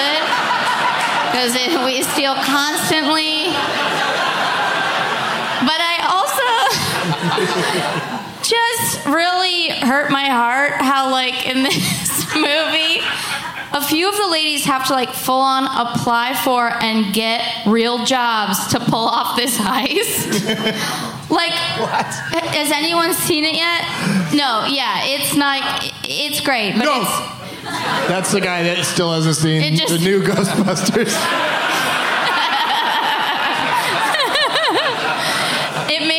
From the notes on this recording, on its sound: Live from the Secret Group in Houston